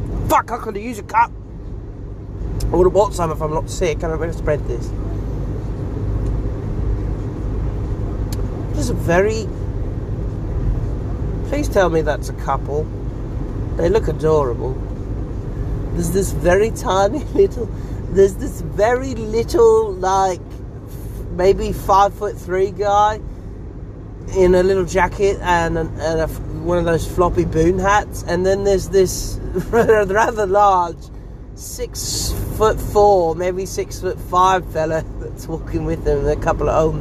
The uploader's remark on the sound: here is an idiot screaming in the car